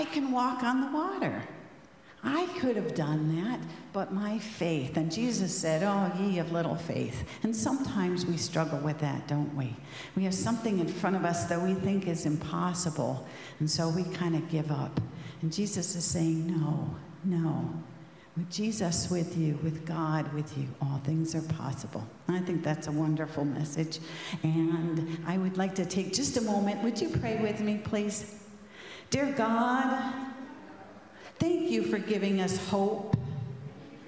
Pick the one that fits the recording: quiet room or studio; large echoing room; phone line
large echoing room